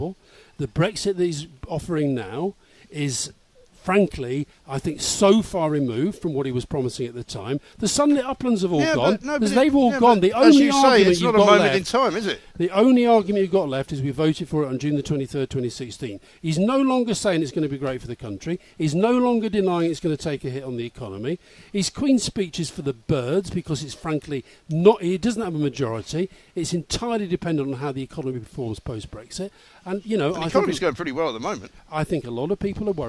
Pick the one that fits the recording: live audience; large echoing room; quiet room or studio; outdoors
outdoors